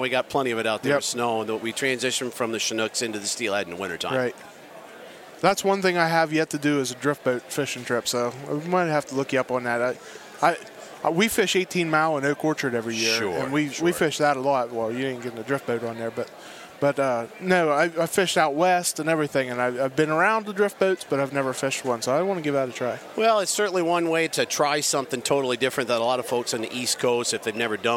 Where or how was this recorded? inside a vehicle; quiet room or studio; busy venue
busy venue